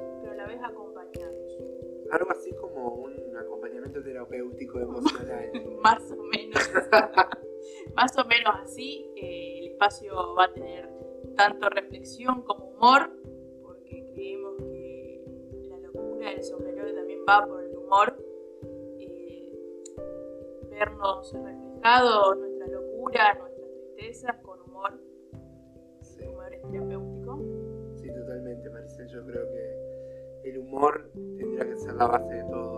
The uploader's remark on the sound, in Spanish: Desde la Ciudad que es cuna de la Bandera Argentina. Un audio poco agraciado.